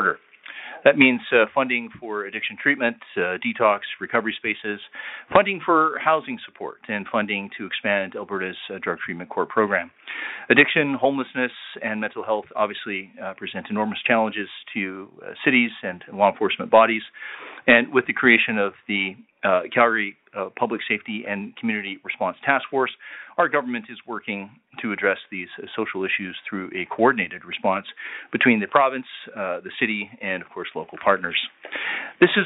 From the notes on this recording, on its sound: Public Safety Telephone Town Hall (Calgary). Interactive telephone town hall.